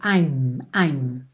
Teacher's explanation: Não tem esse me, me, é I'm é o I apóstrofo M. Então o som termina na letra M, ou seja, lábio com lábio